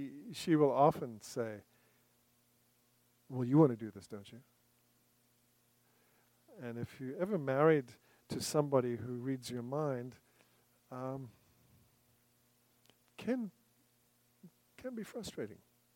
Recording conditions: large echoing room